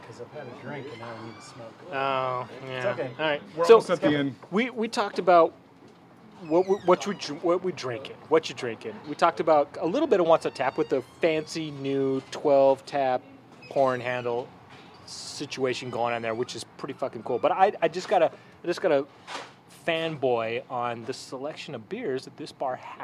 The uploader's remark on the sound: Recorded live at Blue Moon bar in the University District. Blue Moon describes itself as Seattle's most infamous dive bar, and this historic tavern doesn't disappoint. You can hear the faint sound of customers being kicked out!